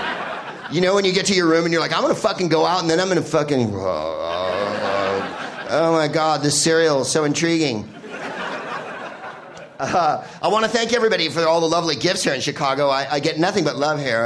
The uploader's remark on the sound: Live from Chicago's Up Comedy Club